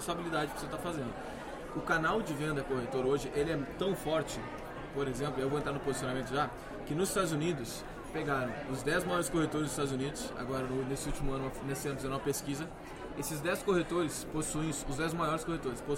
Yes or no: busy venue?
yes